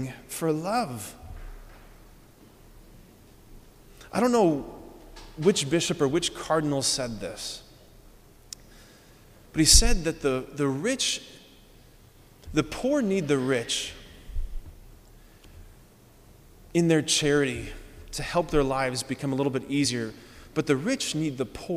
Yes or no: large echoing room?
yes